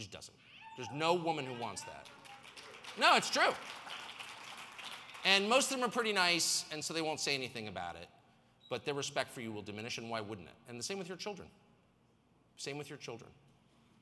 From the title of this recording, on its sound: speaks at the RiskOn360! Global Success Conference